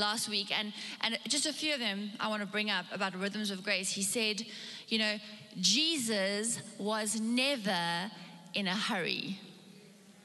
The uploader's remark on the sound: Recorded live.